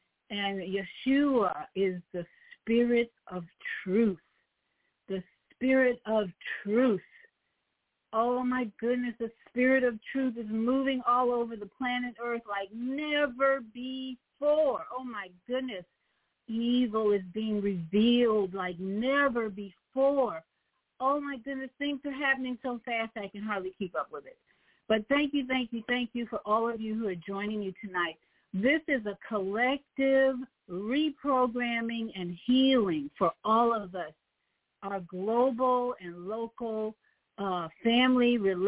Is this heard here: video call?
no